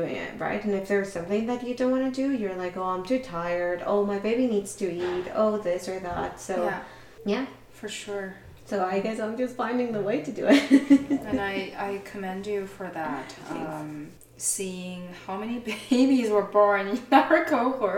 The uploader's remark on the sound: Complementary background noise.